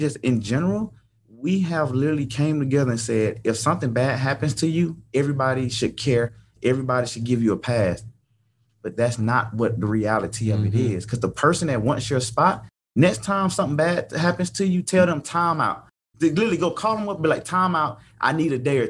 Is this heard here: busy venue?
no